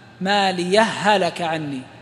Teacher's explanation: ويجوز لك إدغام الهاء في الهاء